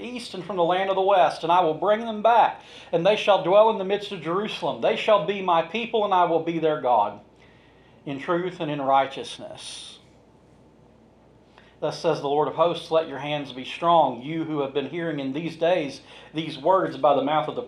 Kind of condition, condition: setting, large echoing room